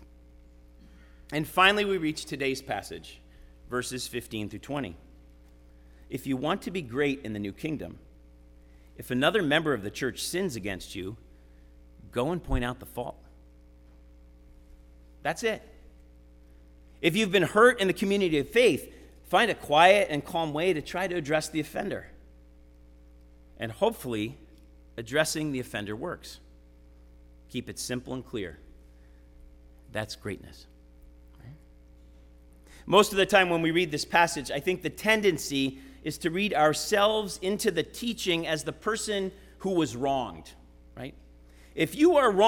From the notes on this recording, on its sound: Sermon preached at RCHP on September 10, 2023.